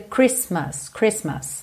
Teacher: a gente não pronuncia esse T do meio, então fica Christmas, Christmas, ok?